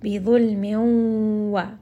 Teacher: We are going to give this a proper ghunna. And we are going to merge this noon sakin along with that letter wow.